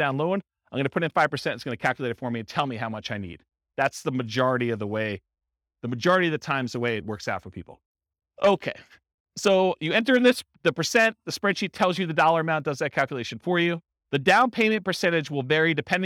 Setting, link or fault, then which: setting, live audience